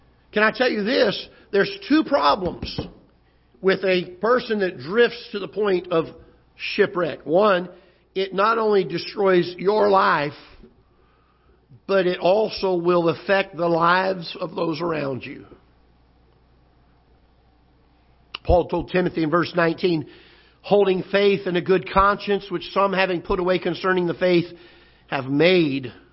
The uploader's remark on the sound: Ketha Heights Baptist Church ~ Live Broadcast